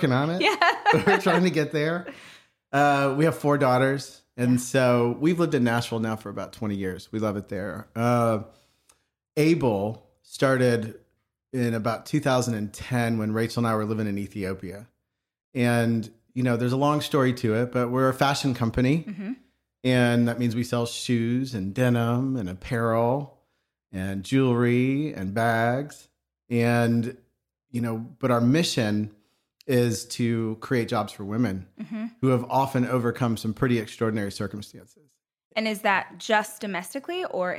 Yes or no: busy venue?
no